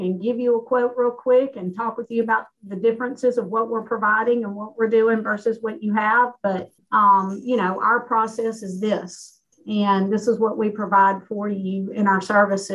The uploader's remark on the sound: This is a podcast from the live webinar in the same name recorded on July 15th